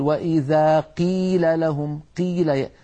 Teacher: يبالغون في ترقيق أو في كسر القاف إلى درجة تجعل الصوت كأنه كاف، فالكاف حرف والقاف حرف آخر.